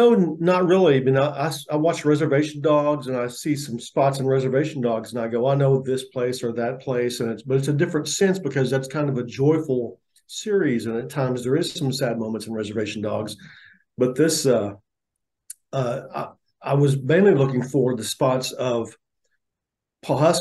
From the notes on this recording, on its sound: Global and virtual press conference.